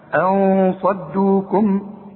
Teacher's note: خد بالك من الصاد بقى، بدون تشديد، مش مشددة زي الإدغام · Term: الإخفاء